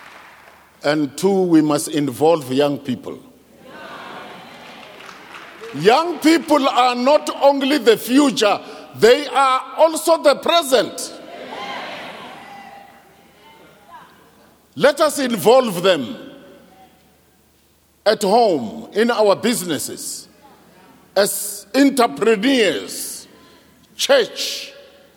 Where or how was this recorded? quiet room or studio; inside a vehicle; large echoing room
large echoing room